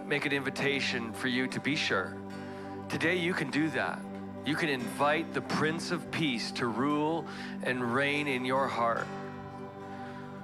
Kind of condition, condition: setting, large echoing room